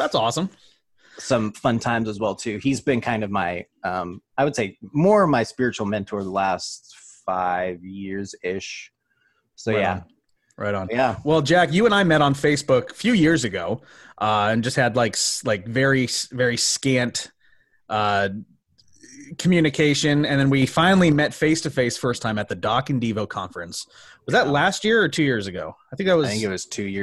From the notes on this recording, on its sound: With the quarantine still in effect, the guys dive into a new series over Zoom with a SPECIAL GUEST!!!